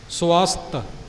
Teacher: ਐੜਾ ਵੱਵੇ ਦੀ ਆਵਾਜ਼ ਵਿੱਚ ਨਾ ਬਦਲ ਜਾਵੇ, ਸਵਸਤ ਨਾ ਬਣ ਜਾਵੇ, ਅਤੇ ਤੱਤਾ ਵੀ ਥੱਥੇ ਦੀ ਆਵਾਜ਼ ਵਿੱਚ ਨਾ ਆ ਜਾਵੇ